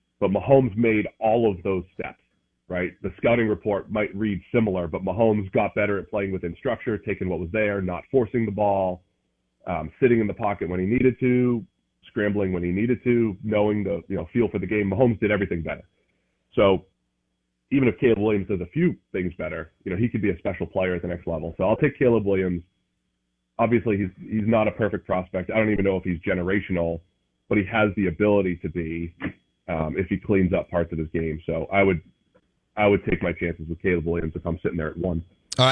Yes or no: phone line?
yes